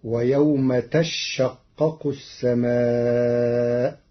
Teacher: على أنه تتشقق فأبدلت الثانية شينا ثم أدغمت في الشين بعدها